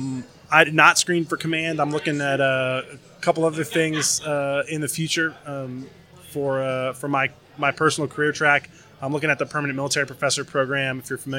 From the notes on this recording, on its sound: Live from Tailhook